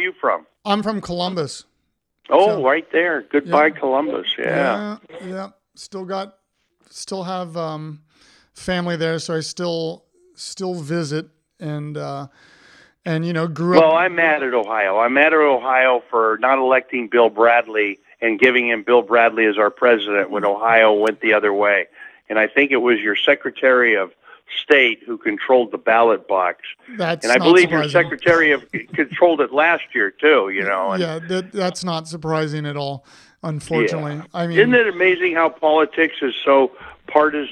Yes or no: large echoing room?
no